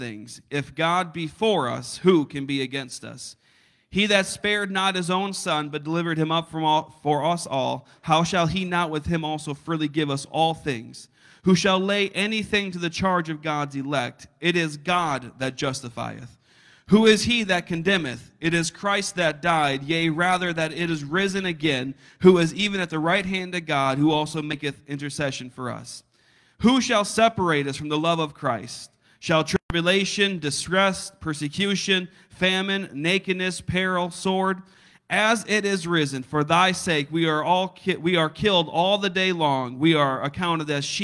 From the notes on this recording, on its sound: A service recording from Connect Point UPC.